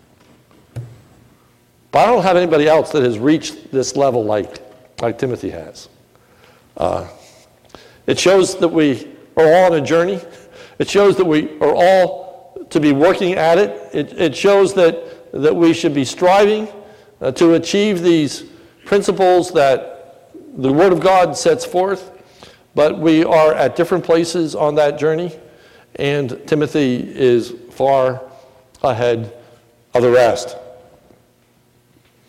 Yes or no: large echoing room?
yes